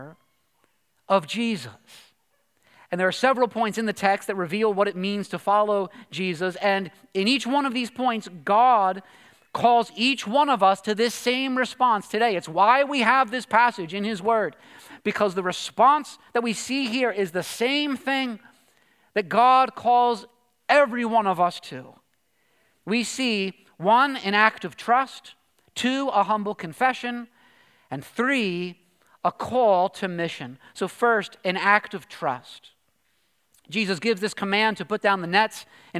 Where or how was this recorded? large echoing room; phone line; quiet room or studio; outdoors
large echoing room